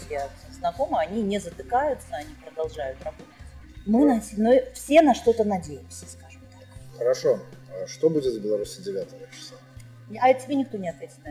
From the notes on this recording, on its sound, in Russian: Беседу с ней мы были вынуждены записывать в сложных условиях переполненного кафе.